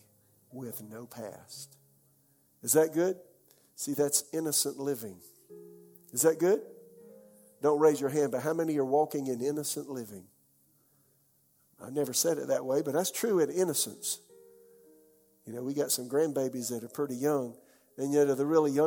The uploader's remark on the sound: This message was delivered during the 11 AM service.